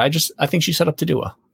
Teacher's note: at the end of every sentence, it was almost like it wasn't really a period. It was more of a question mark at the end. Soft question mark.